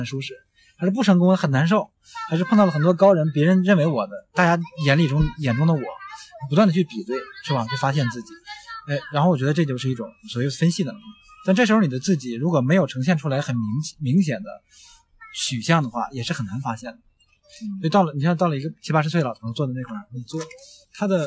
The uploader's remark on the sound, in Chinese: 首次室外录制节目，背景略有嘈杂，还请大家包含